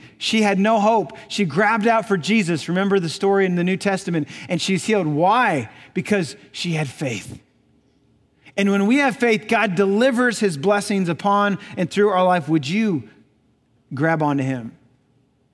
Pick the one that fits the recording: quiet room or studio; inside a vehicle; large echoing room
large echoing room